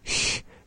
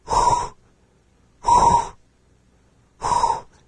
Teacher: if I take that sh sound and round out the mouth, I go from sh to hu, hu, hu, and that is our hua, the CW.